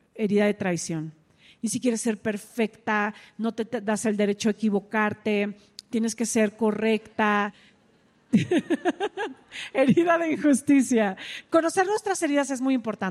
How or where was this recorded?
live audience